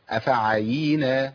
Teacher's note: افعيينا، بس ما تضغطش على الياء، لو ضغطت عليها على طول هشددها